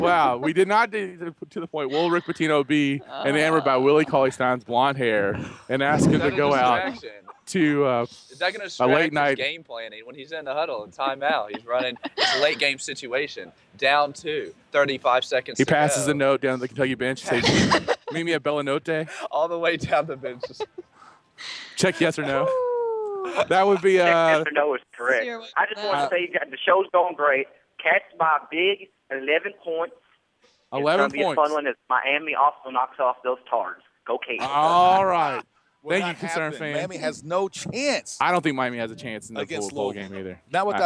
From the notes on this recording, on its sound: Live from Wildcat Warehouse in Fayette Mall for a special 3 hour UK/UofL pregame show!